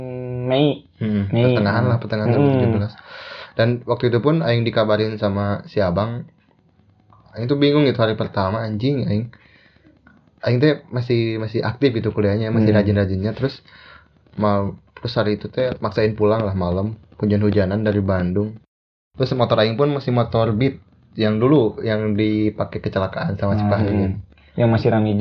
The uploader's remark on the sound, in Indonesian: Kalo ada suara gangguan itu bukan hp kalian yang bermasalah tapi mic aing yang murah anjjj.